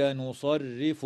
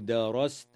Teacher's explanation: ترقق الراء وصلا ووقفا لكسرها في كلمة نصرف، بينما تفخم وصلا ووقفا لفتحها في كلمة درست